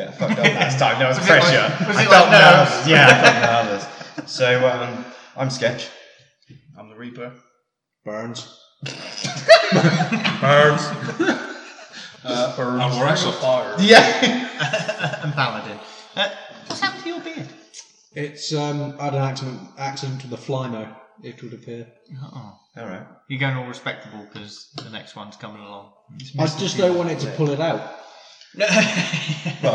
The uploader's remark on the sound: As the podcast moves to a new home, our inexperience with audio equipment follows us. What we learnt this week boils down to - don't leave your phone anywhere near the mics.